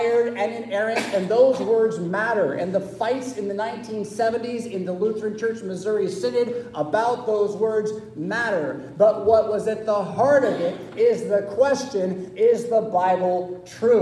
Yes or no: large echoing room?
yes